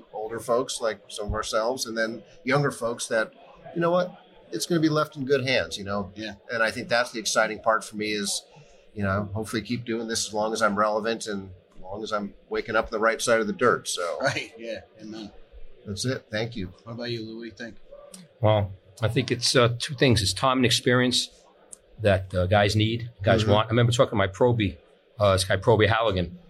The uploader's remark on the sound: talks live at FDIC International 2023